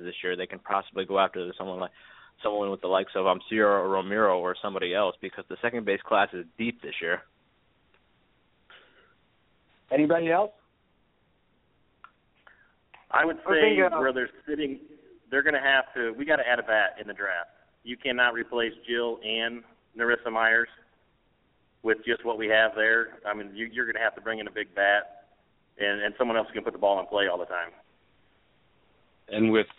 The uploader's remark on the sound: Opens the phones for the fans of National Pro Fastpitch.